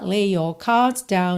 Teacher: lay termina em Y, your começa em Y, é claro que você junta num som só